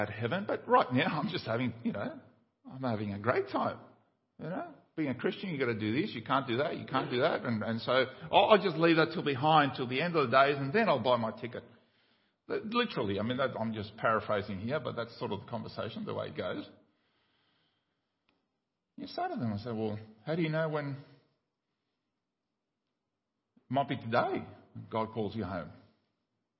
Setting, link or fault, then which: setting, large echoing room